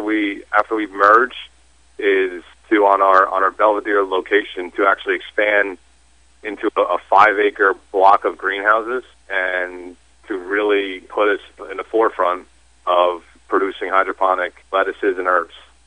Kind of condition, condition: link, phone line